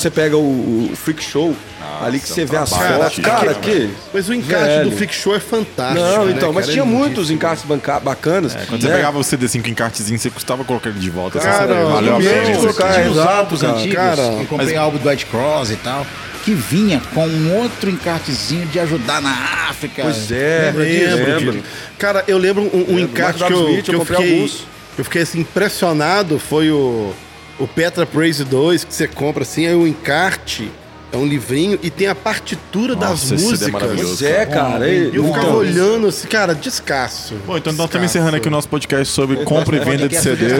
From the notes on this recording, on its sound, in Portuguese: No nosso primeiro podcast gravado "ao vivo", a gente sentou pra comer uma pizza. Esse episódio foi gravado na Igreja Quadrangular do bairro Glória em Belo Horizonte.